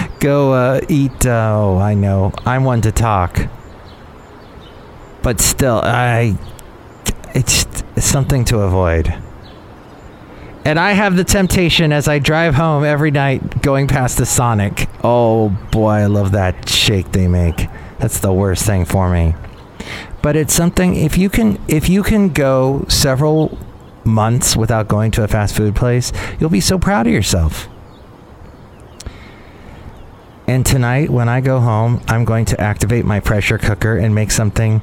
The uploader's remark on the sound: podcasts live from Café Anyway